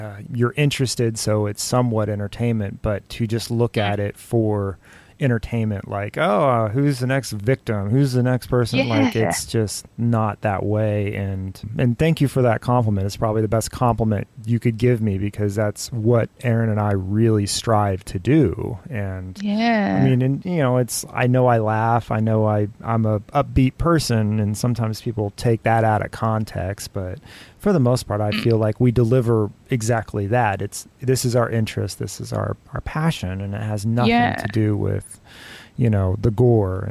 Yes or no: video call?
no